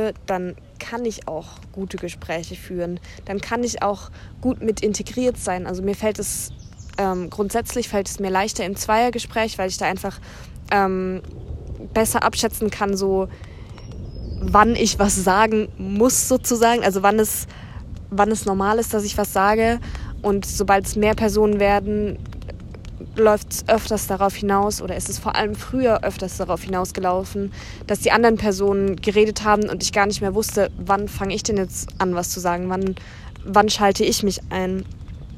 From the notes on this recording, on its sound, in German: Da ich die Folge in einem Zelt aufgenommen habe, gibt es ein paar Hintergrundgeräusche